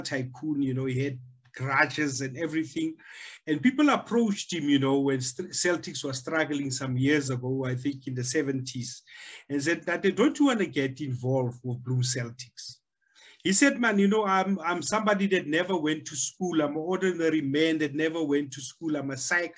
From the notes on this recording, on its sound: The series is webcast via Zoom